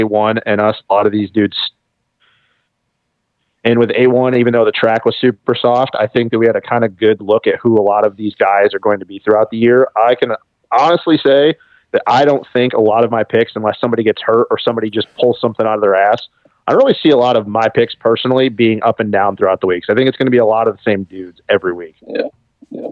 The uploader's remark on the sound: The guys get on the phone